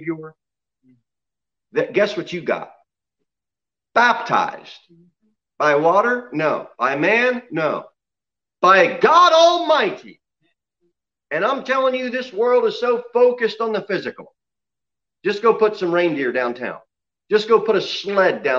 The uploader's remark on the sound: Sermon delivered at Pilgrim Baptist Church on Sunday, December 6, 2020, at 11:15 am. Jere Whitson Rd.